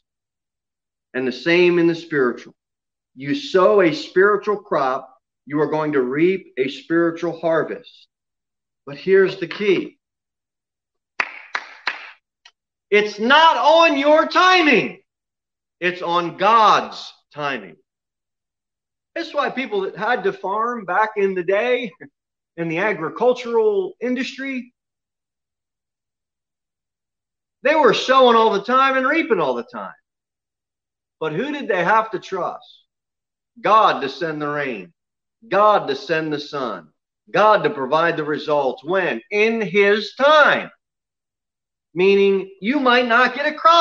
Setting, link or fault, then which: setting, large echoing room